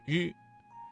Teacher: 发音要点是舌尖卷起接近硬腭前部，但不完全阻塞气流 · Term: 翘舌音